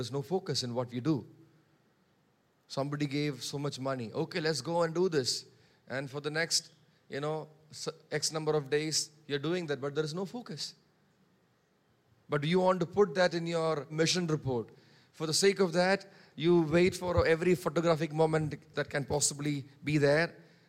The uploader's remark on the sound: preached on 19 March 2023 at Revelation Church